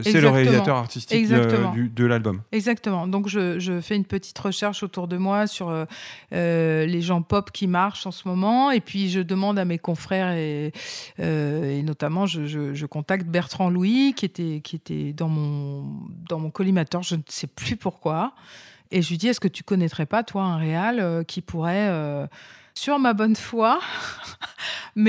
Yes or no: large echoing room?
no